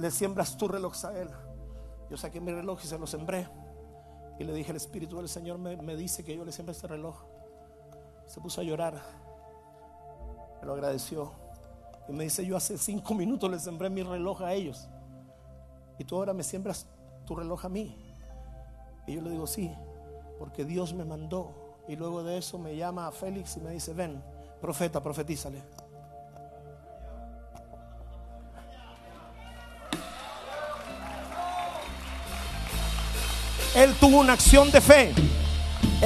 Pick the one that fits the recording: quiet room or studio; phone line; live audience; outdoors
live audience